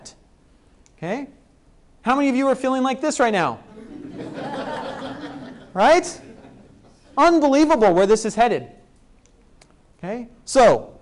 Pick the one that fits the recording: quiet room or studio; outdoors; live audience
live audience